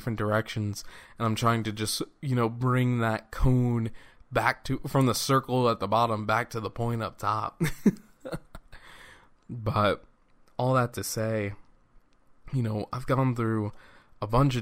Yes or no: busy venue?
no